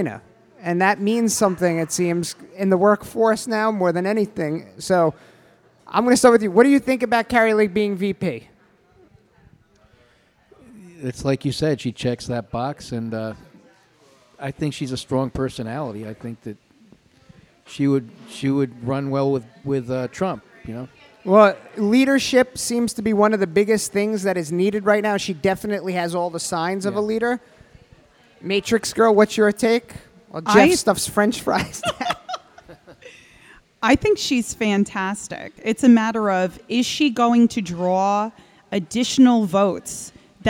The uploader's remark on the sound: This episode of "The Patriot Panel" was recorded LIVE in front of an audience at Castleton Corners Pub (Staten Island, New York).